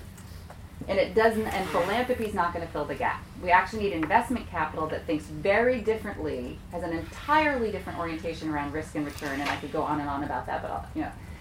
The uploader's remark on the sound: Event: Social Enterprise Conference at the Harvard Business School and the Harvard Kennedy School of Government.